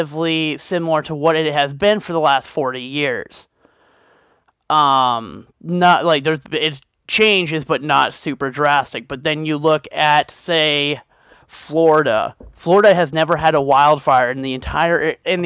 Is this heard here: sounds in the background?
no